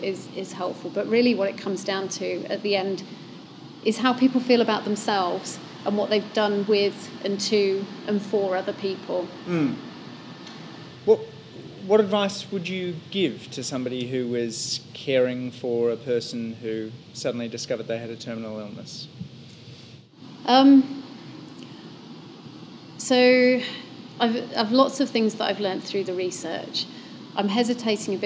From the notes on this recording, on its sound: recorded live as a part of Festival Muse